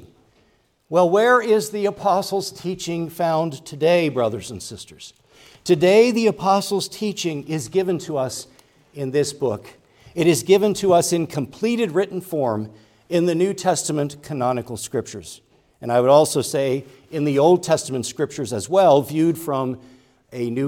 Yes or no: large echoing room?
yes